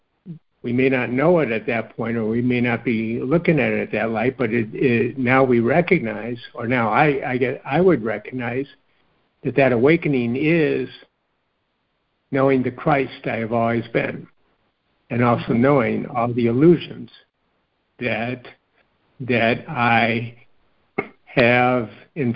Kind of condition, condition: link, phone line